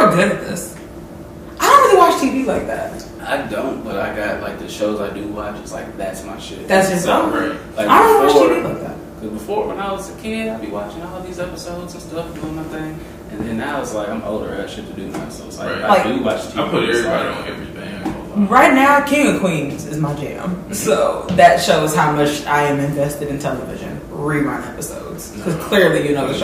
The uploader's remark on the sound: Sorry about the audio